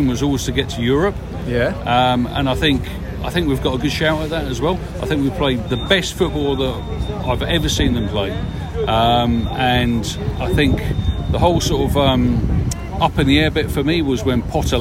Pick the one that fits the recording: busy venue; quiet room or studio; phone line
busy venue